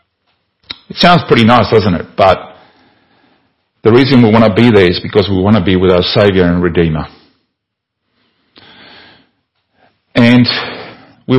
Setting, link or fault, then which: setting, large echoing room